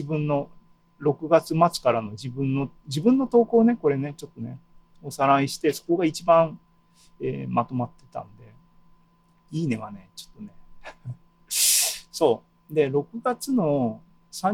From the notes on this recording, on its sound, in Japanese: ２０２２年７月２７日に開催した ZOOMライブの模様です